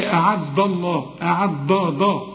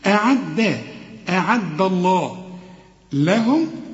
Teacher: أعد الله هنا الدال مرققة · Shown in: second take